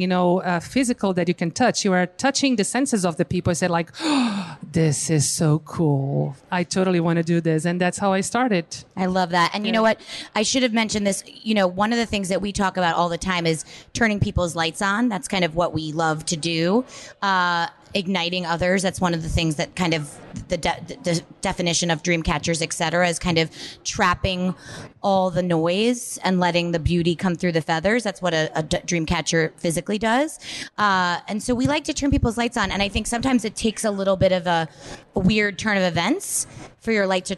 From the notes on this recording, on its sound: For the inaugural monthly speaker series "HOW IT WORKS"... LIVE PODCAST (recorded now thankfully) at the magical #metroburb, Bell Works of Holmdel, NJ.